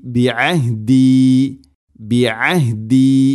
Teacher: ഐന് തൊണ്ടയുടെ മധ്യഭാഗം